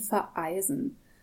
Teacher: Das ist der Unterschied zwischen verreisen und vereisen. Bei vereisen haben wir vor dem Ei einen kurzen Knack in der Glottis, das heißt in der Stimmritze, also das ist im Kehlkopf drin. · Term: Glottisschlag